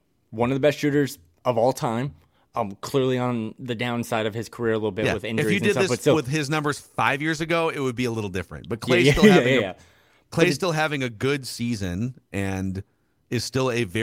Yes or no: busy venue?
no